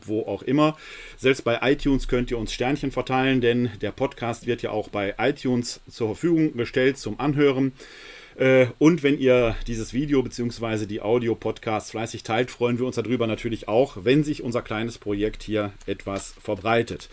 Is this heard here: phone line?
no